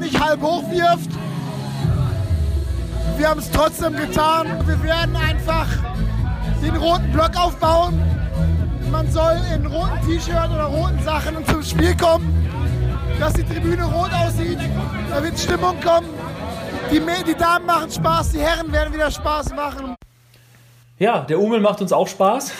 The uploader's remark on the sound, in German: Live in der Sporthalle bei den letzten Saisonheimspielen der Damen- und Herrenteams. Sagenhafte Stimmung, emotionale Abschiede und Party ohne Ende.